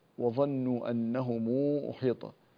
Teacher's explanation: ميم جمع بعدها همزة قطع، فإن ورش رحمه الله يصلها كذلك بمقدار 6 حركات